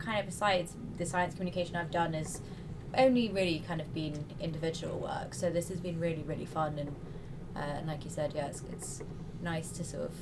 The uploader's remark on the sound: For the first time in history, a podcast was recorded in the middle of the Atlantic Ocean! We're taking you aboard the R/V Celtic Explorer to meet the crew of the PoRo-CLIM Expedition.